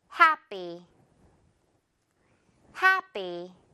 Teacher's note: 뒷부분은 된 소리로 처리합니다. 강세 없을 때는요.